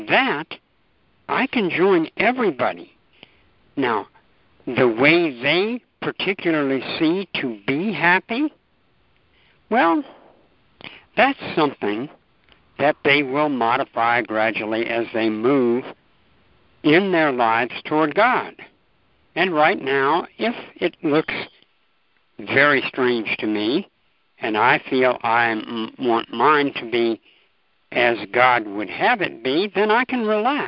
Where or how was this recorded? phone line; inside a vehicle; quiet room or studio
phone line